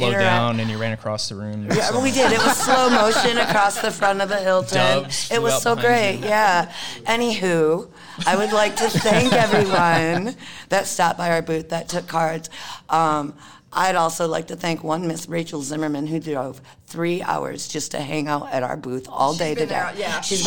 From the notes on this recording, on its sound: All five of us together at last, live at Monsterfest!